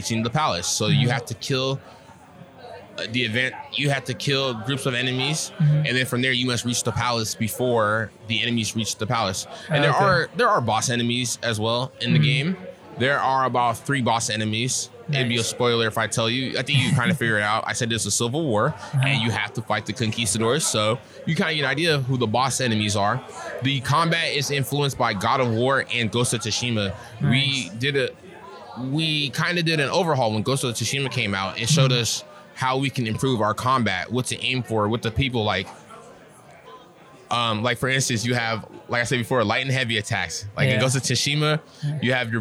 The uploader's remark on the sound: Live at Capital Creative Showcase 2023